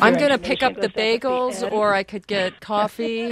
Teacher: It sounds like a question, even though it's a statement. It's yes. What linguists call rising intonation